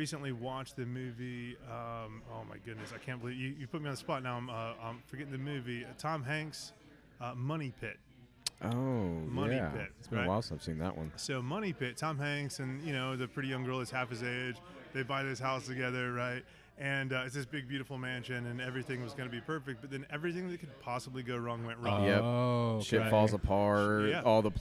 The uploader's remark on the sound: LIVE at The Sinkhole. A live recording of The Mo Head Y'all Show at The Sinkhole Craft Beer Bar in Bloomington, IN!